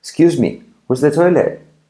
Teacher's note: La T de toilet última casi tampoco se dice.